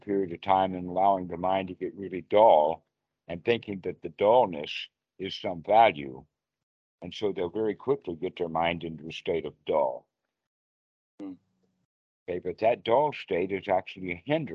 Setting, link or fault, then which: link, video call